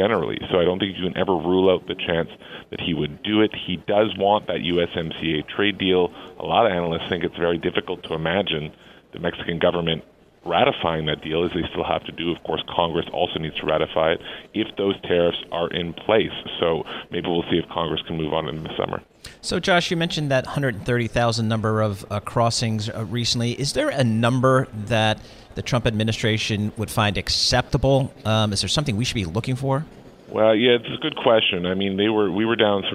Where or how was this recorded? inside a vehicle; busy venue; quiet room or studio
busy venue